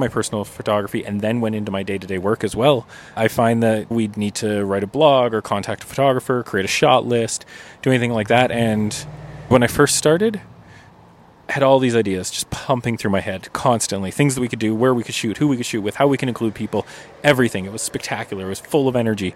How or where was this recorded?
outdoors